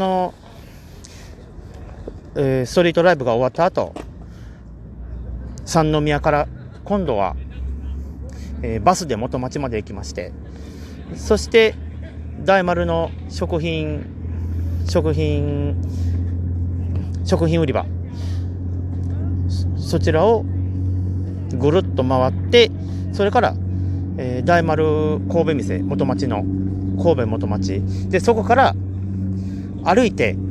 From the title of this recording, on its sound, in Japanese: 今回は神戸メリケンパークからの収録ですねん